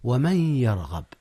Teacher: إدغام بغنة للنون في الياء